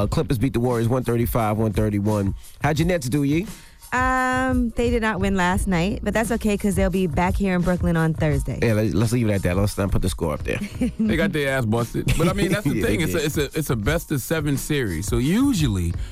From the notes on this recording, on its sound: We opened the phone lines for our listeners. We opened up the phone lines.